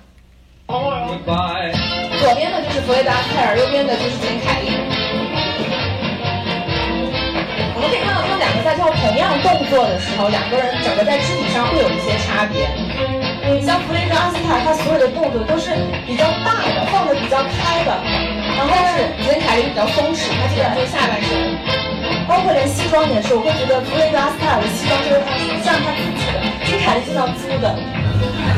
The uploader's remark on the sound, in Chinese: 本期节目为《电影聊养院》线下讲座